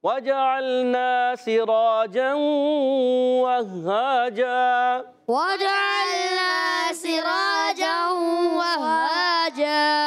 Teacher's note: اور وہاجا، اچھا واو پر بھی تشدید اور ہا پر بھی، اب ذرا رک کر ادا کرنا ہے، یاد رکھیں کوئی بھی تشدید والا حرف آ جائے تو وہ ہمیشہ رک کر ادا کیا جاتا ہے، تو یہاں بھی رکیں گے اور دو زبر کی تنوین کو وقف کی صورت میں الف سے بدل دیں گے · Term: وقف بالابدال مع الالف